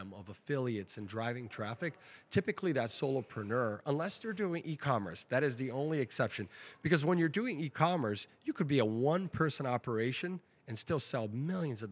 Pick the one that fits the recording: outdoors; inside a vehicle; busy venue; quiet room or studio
busy venue